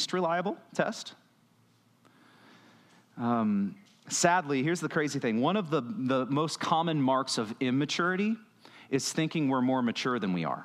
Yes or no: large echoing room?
yes